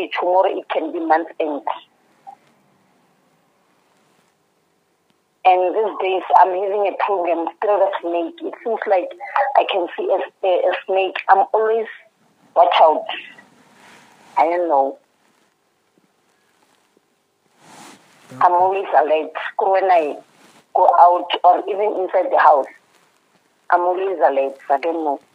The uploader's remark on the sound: Deliverance over the phone in JESUS NAME.